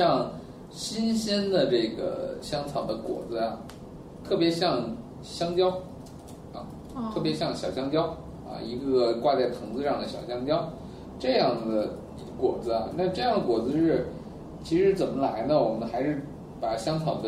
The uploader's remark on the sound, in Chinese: 本期节目为在张大妈办公区用录音笔录制，可能有街道上的杂音，请见谅。